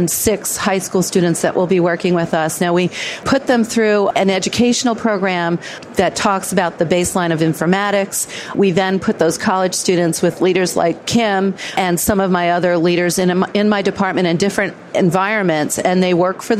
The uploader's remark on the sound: The episodes were broadcast live in CTGHS’s booth at the The HIMSS15 Annual Conference and Exhibition. The interviews were recorded.